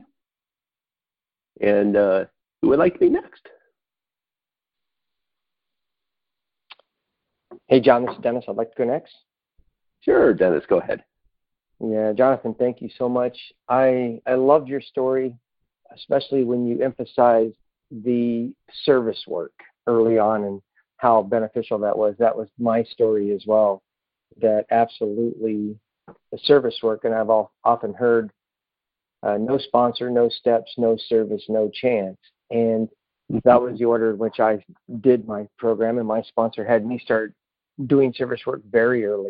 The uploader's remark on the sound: 2019 New Years Day Phone Conference